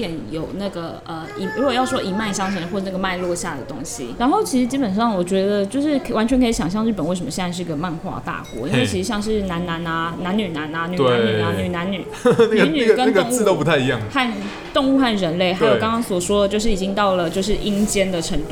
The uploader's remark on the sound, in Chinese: 本集白噪音指數：蚊風級 1/5。錄音地點： 豆手豆花 - Dozo Tofu Pudding。